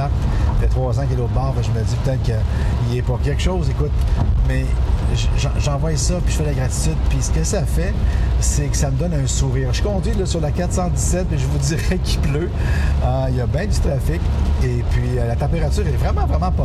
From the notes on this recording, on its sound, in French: DE L'ONTARIO (J'ÉTAIS SUR LA 417 EN DIRECTION DE MONTRÉAL, MAIS ÇA COMPTE!). Mon premier podcast enregistré en roulant! Les gouttelettes qui frappent dans le pare-brise créent un bruit de fond.